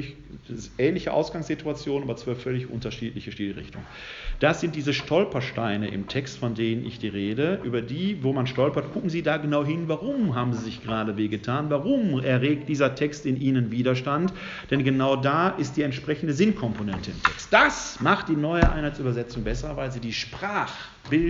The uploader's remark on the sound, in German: Mitschnitt des Vortrags